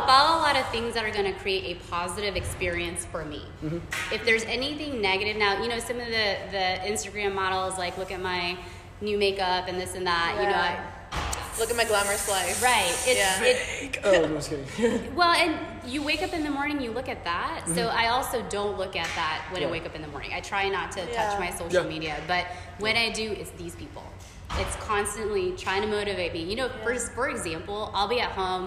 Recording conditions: echo